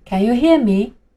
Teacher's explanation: Can 元音部分发的就是我们的梅花音，发音的时候要张大嘴巴